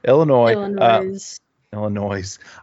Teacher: the S is silent at the end, folks